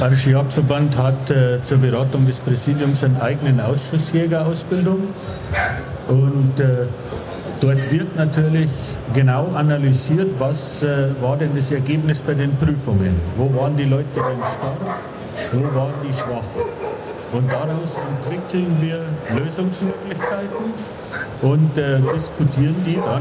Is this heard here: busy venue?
yes